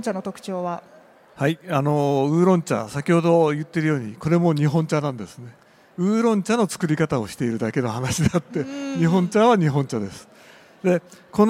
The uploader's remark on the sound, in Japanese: CRAFT SAKE WEEK 2023 at ROPPONGI HILLSにて公開収録。